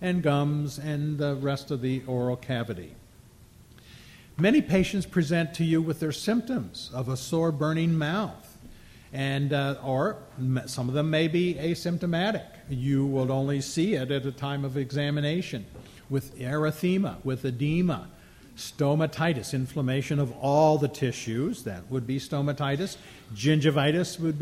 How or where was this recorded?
live audience